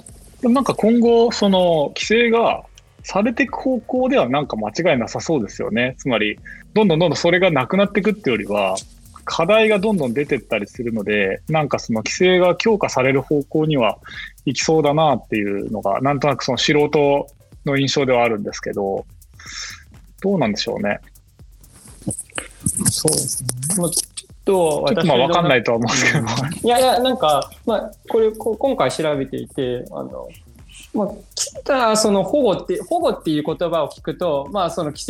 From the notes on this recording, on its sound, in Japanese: 収録はzoomを活用して遠隔で行いました。音声が聞きづらい部分がある点、ご了承ください。